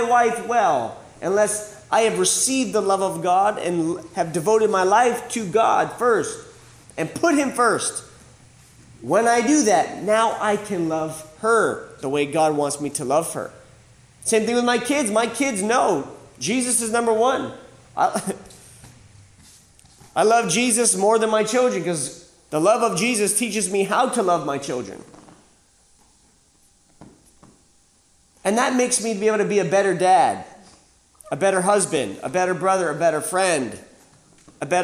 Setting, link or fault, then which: setting, live audience